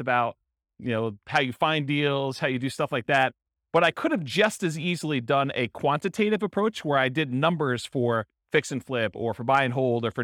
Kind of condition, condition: setting, live audience